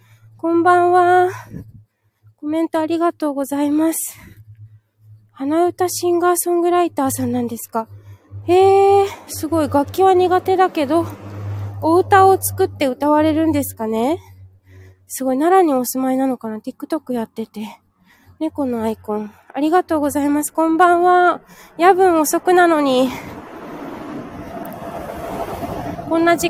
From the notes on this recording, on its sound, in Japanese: 舞踏WS参加直後終電逃し帰り道を歩きながら。